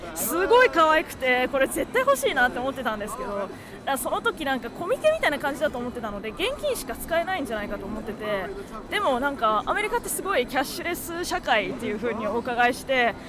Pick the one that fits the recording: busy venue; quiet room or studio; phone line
busy venue